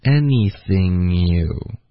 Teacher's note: 不要停顿，不要发成 anything you 这样，是 anythingyou，有一点 anything 的这个滑到 you， anythingyou，OK，直接一口气说过去，不要停顿。OK，这很多的学生下周肯定会还是靠官方的发音，然后就停顿了，别停顿，一口气说出来。OK，然后 can。can 这个字能一般它实际发音就会弱读成一个肯。这个我们知道。对，tell 跟 us 也需要连读，就变成 tell us。所以那个 anything you 是 new。 anything new 是 new 这个读音。对